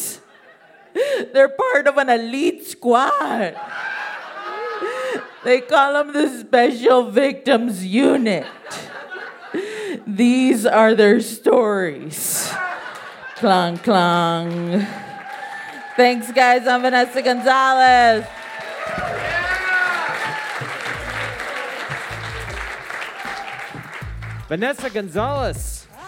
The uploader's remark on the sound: Told this story live on 25 August 2018 at High Plains Comedy Festival. Told this story live on 25 August 2018 at High Plains Comedy Festival.